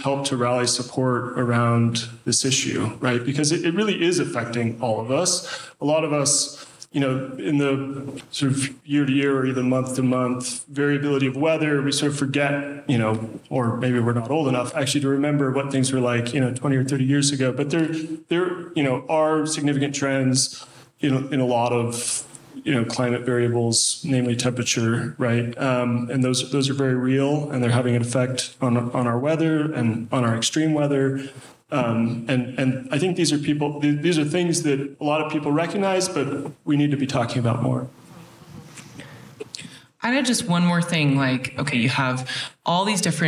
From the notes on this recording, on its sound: Recorded LIVE at the 2022 Mountain Works Conference .